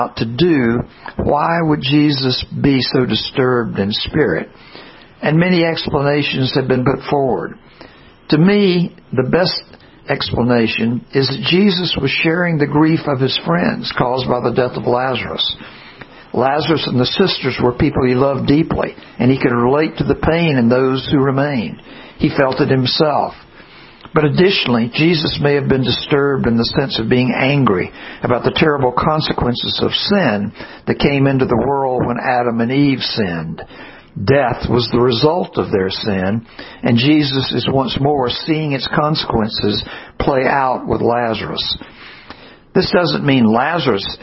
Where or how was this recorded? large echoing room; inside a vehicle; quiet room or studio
large echoing room